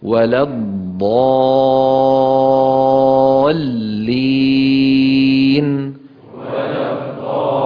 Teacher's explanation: بالنسبة لللام لابد أن تكون مشددة، بارك الله فيكم. ولا الضالين. يعني لامان، ننطق لامين، لام ساكنة وبعدها لام مكسورة